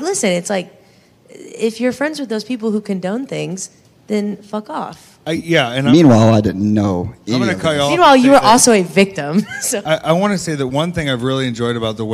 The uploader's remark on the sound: LIVE PODCAST RECORDED AT STARRCAST CHICAGO 9/3/23